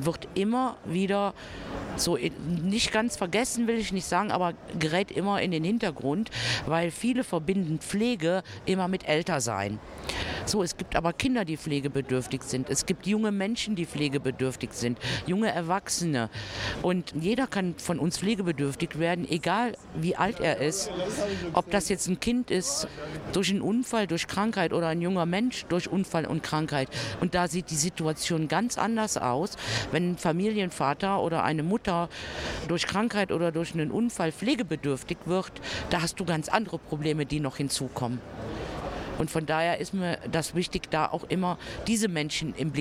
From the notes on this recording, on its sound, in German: Live vom Deutschen Pflegetag 2022. Haben wir auch am zweiten Tag des Deutschen Pflegetags noch mit Expert*innen gesprochen.